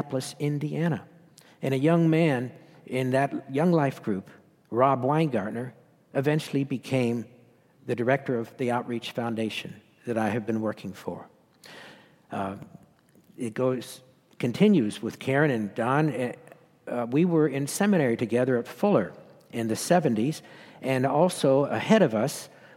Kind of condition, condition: setting, live audience